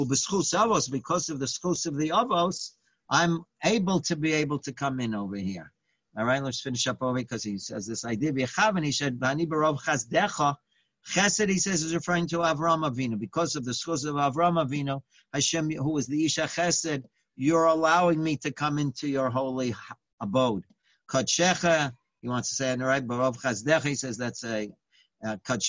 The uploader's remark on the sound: Live On Zoom